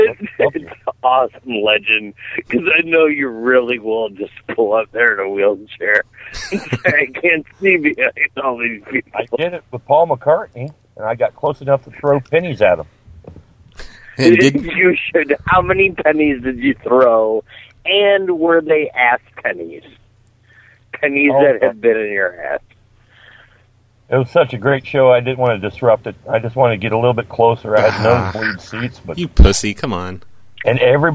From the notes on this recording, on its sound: Prank Phone Calls Collection